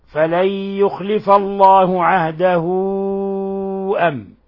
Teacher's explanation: لاحظوا كيف مدينا الهاء الصلة، هذه صارت صلة كبرى، عوملت معاملة المد المنفصل